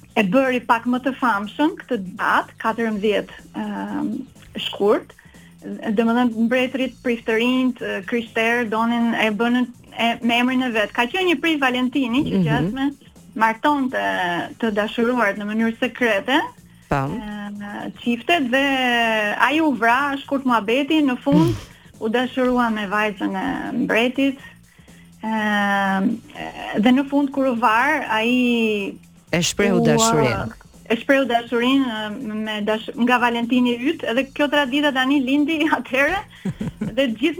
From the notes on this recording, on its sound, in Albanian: E ftuar nëpërmjet një lidhje telefonike për “Live From Tirana”. Nga Norvegjia.